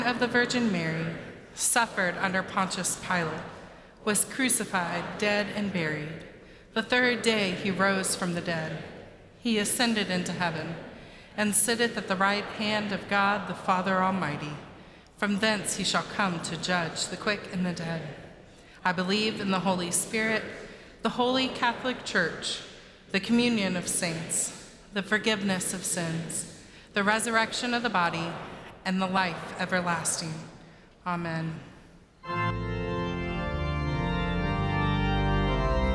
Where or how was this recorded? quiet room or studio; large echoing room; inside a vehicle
large echoing room